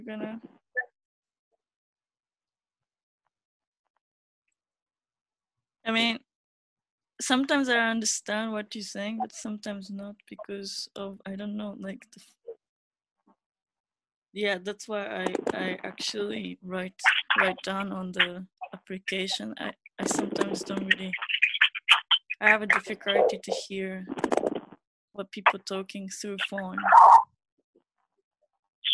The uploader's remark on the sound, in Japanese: Zoomで。